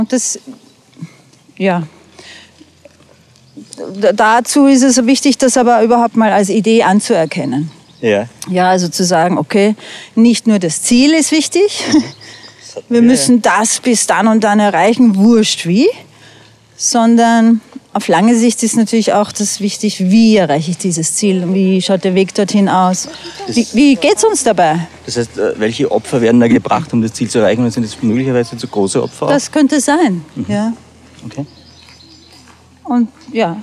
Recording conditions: outdoors